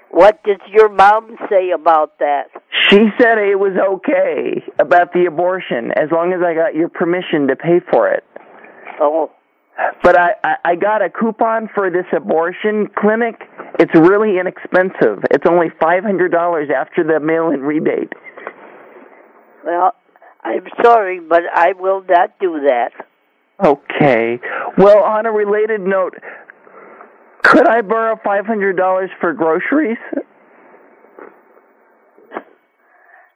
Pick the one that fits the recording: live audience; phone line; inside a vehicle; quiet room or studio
phone line